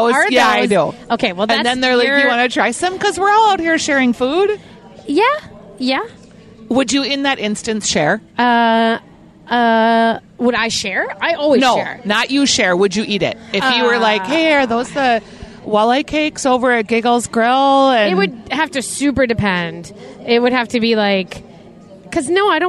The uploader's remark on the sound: From the Minnesota State Fair. Live from the Coliseum giving us live commentary of award-winning cows!